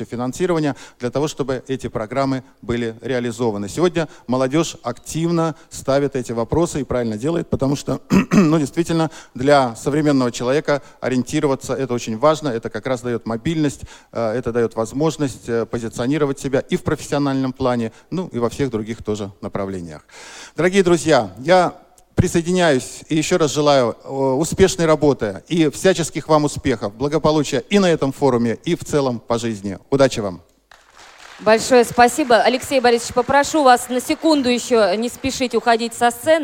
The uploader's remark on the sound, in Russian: Аудиозапись торжественной церемонии открытия Всероссийского образовательного молодёжного форума ВОС 2017.